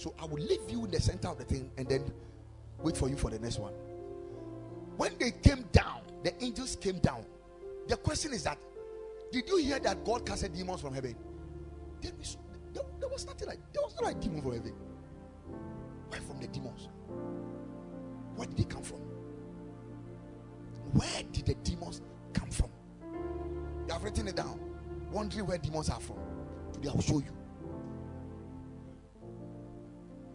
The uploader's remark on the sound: Preached at the Ekklesia Chapel